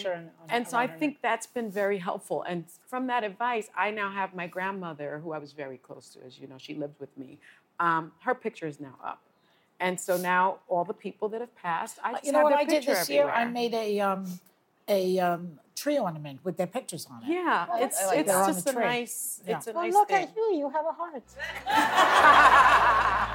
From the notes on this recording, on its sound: answer questions from our live studio audience